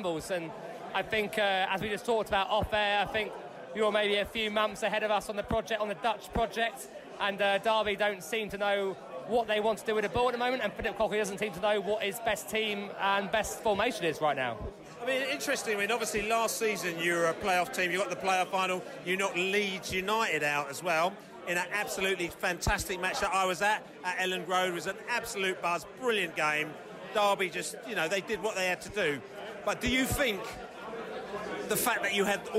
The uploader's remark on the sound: post-match podcast from the pub